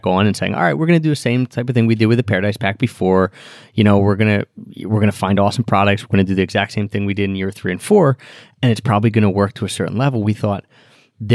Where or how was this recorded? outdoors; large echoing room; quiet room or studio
quiet room or studio